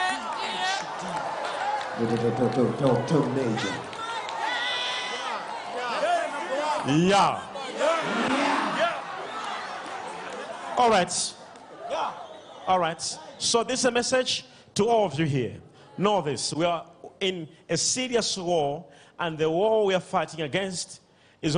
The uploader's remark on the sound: LIVE SUNDAY SERVICE